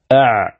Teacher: العين من وسط الحلق